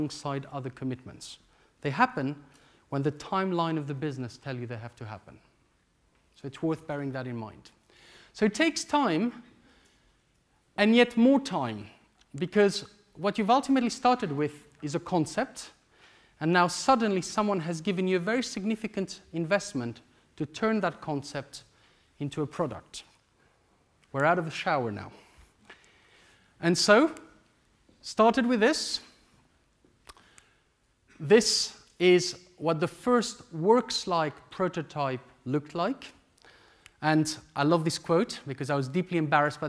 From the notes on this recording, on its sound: This lecture took place at the Saïd Business School, University of Oxford.